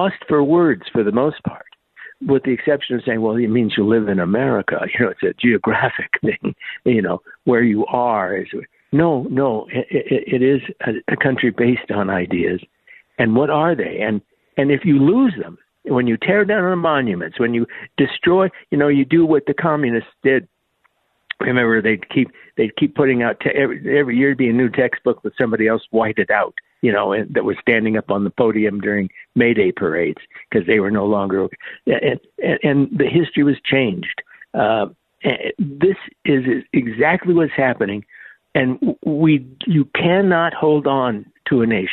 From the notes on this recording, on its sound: open phone lines